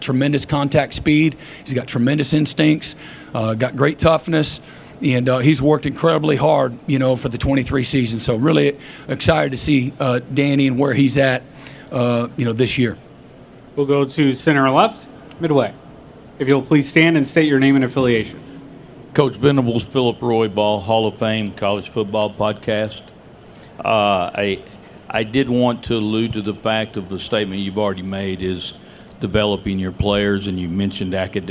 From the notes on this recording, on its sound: Press conference at Big 12 Football Media Days.